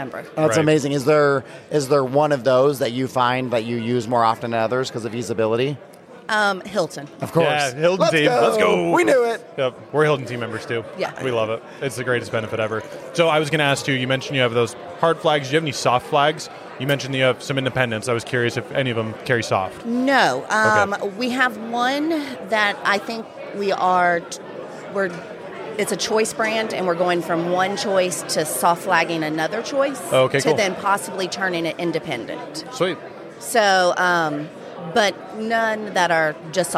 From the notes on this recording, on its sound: Broadcasting live from one of the charming locales managed by Innisfree Hotels